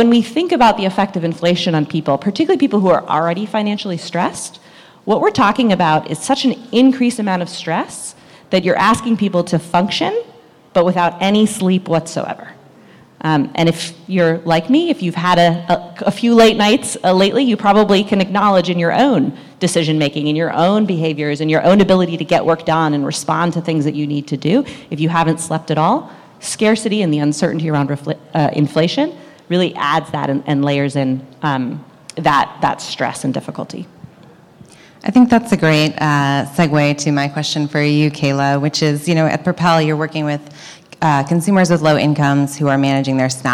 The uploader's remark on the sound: This recording is from Fintech Nexus USA held at the Javits Center in New York City on May 10-11, 2023.